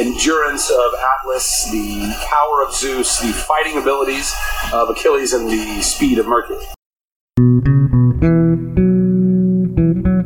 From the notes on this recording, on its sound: Most of this episode comes from the first thing we ever recorded for this podcast as a proof of concept. Some aspects of the audio quality aren’t our best.